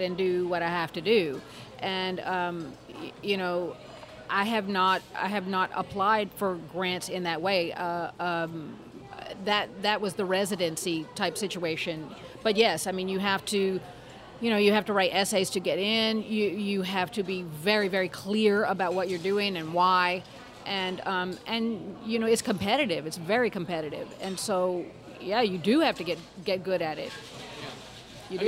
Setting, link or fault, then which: setting, busy venue